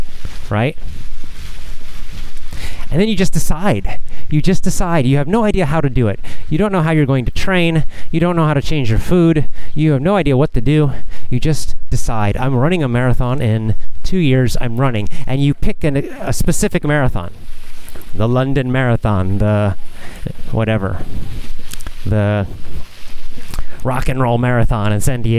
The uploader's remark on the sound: A casual chat while walking.